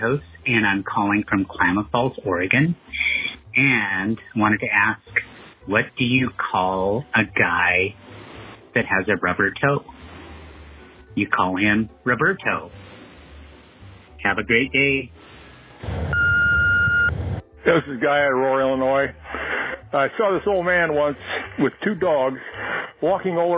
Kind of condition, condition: link, phone line